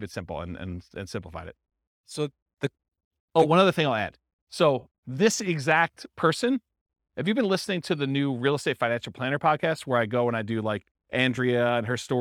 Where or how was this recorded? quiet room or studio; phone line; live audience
live audience